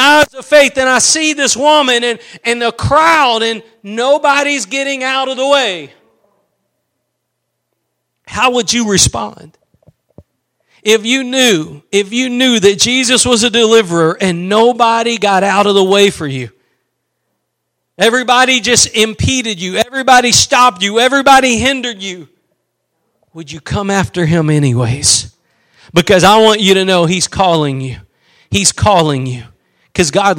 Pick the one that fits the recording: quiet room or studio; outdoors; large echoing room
large echoing room